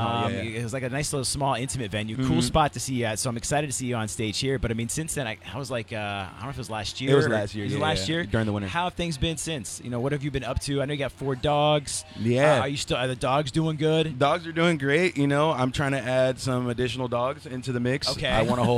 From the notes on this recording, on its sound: The Mix is live backstage at Lollapalooza 2023!